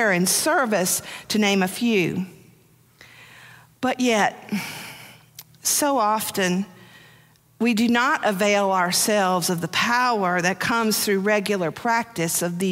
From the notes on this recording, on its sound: Preached on January 1, 2023, for our New Year's Day Worship Service.